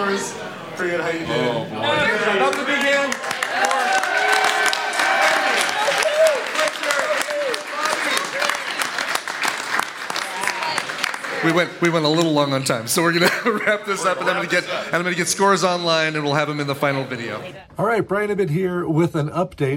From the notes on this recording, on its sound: TMS live from Viva TMS Vegas 2023